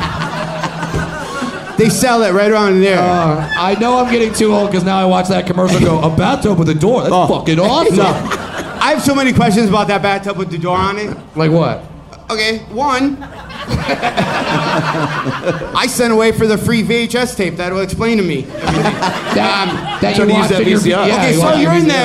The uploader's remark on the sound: LIVE from Comedy Works in Denver!